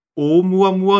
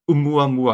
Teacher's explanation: es ist ein stimmloser glottaler Plosiv · Shown in: second take